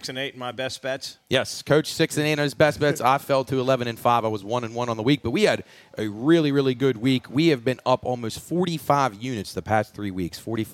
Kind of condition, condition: setting, busy venue